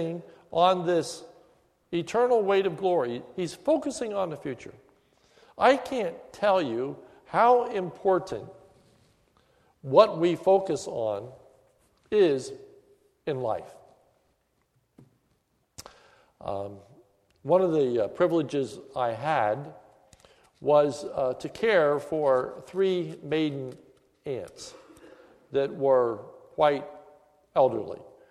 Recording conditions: large echoing room